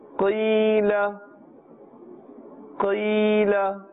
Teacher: qaf is part of the harufi musta'aliyah, so a thicker tone is necessary